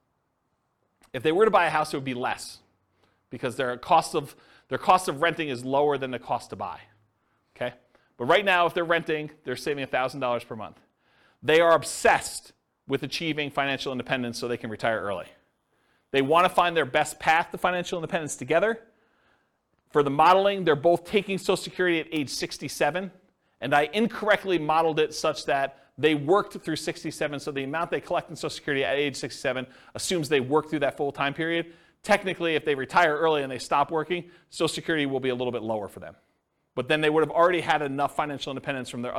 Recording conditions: live audience